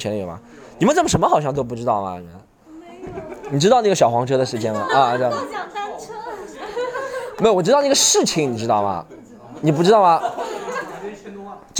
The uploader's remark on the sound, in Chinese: 上海喜剧联合国现场录制。